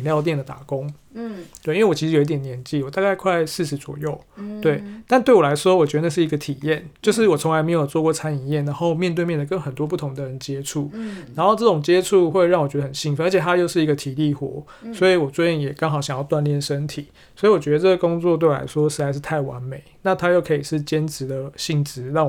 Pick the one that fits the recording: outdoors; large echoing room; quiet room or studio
quiet room or studio